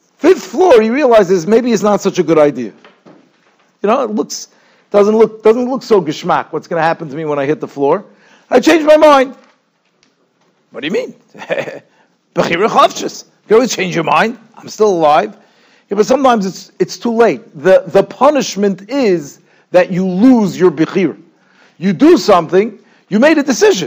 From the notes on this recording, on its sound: Shiur recorded in Yeshivas Ohr Reuven, Monsey, NY.